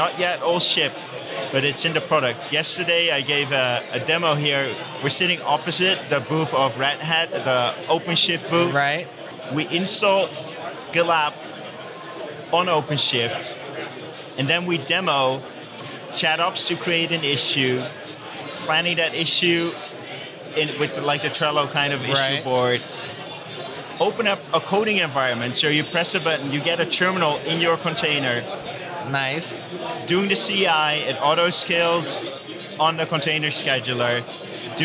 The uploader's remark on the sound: recorded at OSCON London 2016